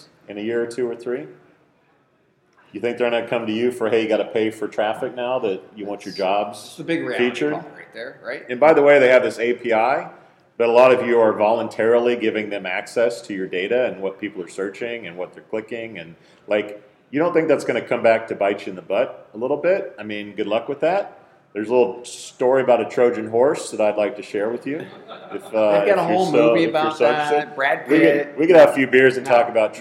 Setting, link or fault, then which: setting, busy venue